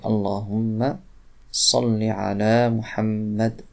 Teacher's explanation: on ne prolonge pas le lem, donc salli, double seulement